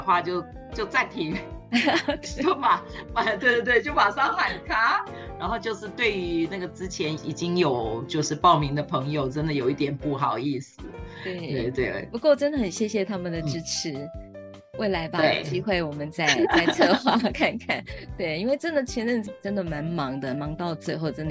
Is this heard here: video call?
yes